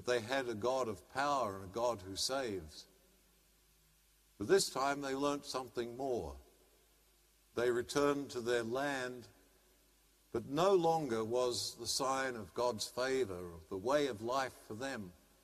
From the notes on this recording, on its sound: as preached during the live-streamed 7 pm celebration from Sacred Heart Cathedral, Hamilton